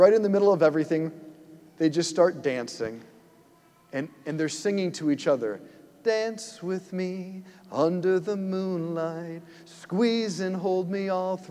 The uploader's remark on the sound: preached this homily on June 11, 2023 at St Basil the Great Catholic Church in Brecksville, OH